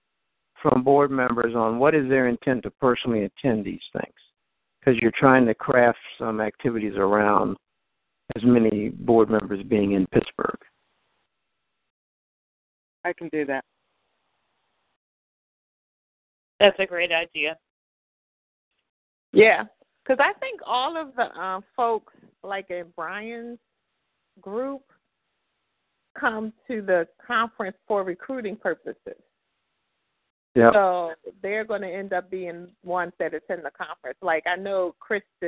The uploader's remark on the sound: June 2016 EC Conference Call